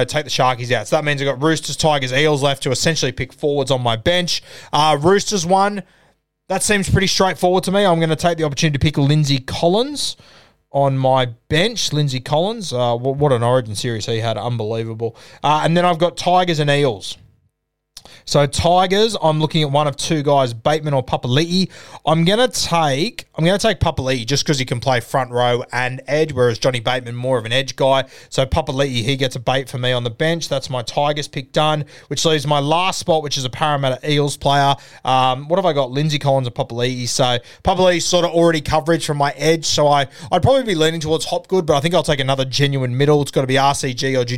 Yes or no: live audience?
no